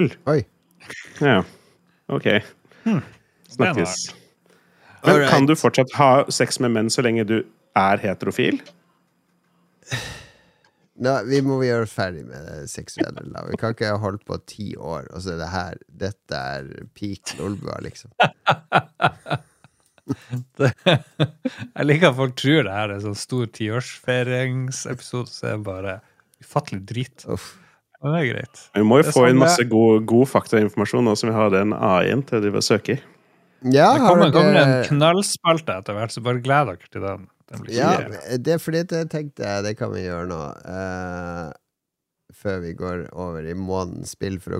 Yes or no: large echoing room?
no